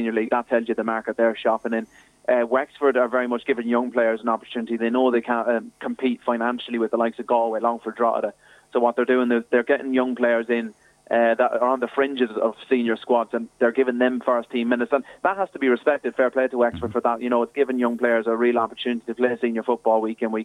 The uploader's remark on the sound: joined us on the phone